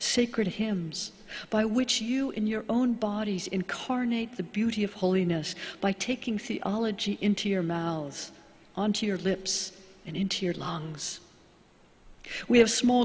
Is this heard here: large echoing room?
yes